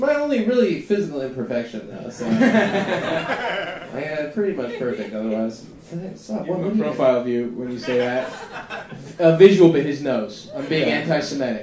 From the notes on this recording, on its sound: Funny moms 4 Live Show.